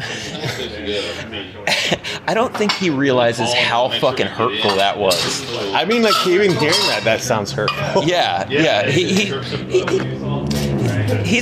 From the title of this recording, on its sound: live at The Tower